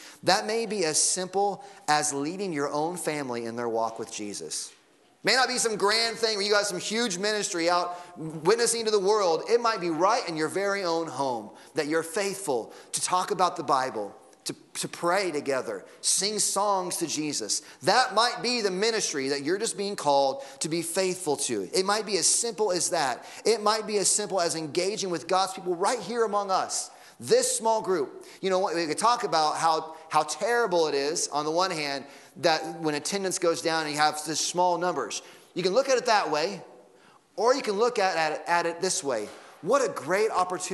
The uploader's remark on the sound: Sunday Morning Sermon Audio